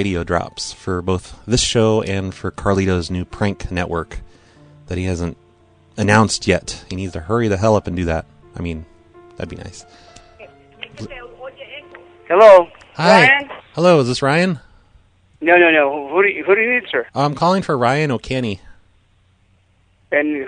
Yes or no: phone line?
yes